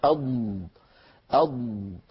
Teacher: وهو أيضا حرف رخو لأن الصوت يجري عند النطق به